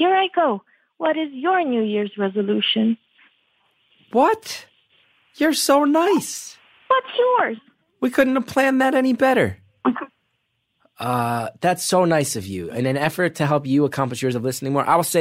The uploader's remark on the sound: Beautiful Anonymous fans called in for a series of brief one minute calls